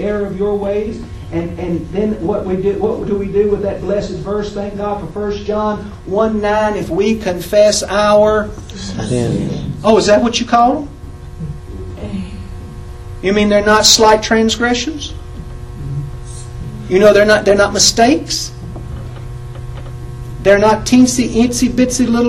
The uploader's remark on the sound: In one of the chapel services from my previous Bible College. Please excuse the quality of the recording.